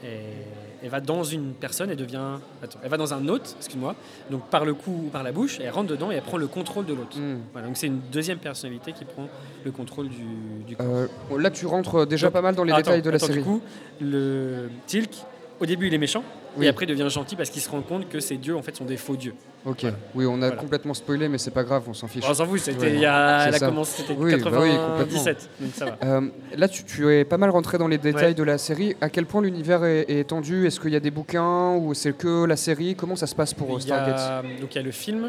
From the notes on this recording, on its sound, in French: Rediffusion du Forum de la Création Audiovisuelle ! Dans le cadre du « Forum de la Création Audiovisuelle » organisé par l’association Bulldog audiovisuel , nous étions en direct au Safran le 2 décembre dernier.